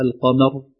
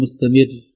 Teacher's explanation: القمر مفخم لماذا؟ لأن قبلها فتحة، لكن مستمر ترقق قبلها كسرة